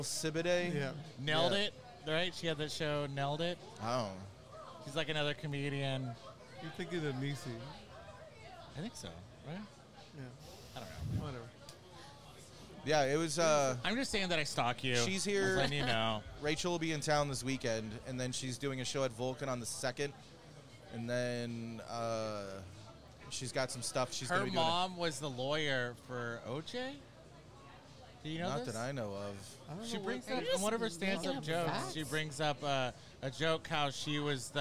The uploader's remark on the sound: Chilling on our favorite east Austin patio at Violet Crown Social Club with some very special show regulars/guests.